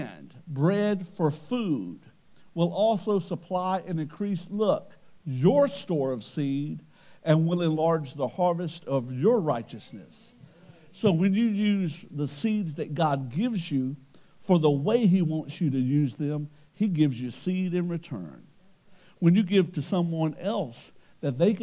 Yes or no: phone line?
no